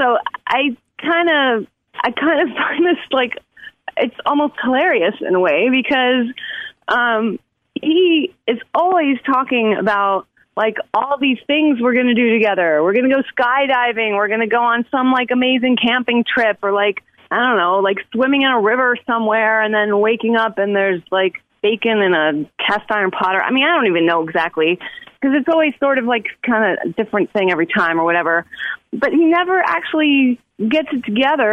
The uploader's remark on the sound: OPEN PHONES.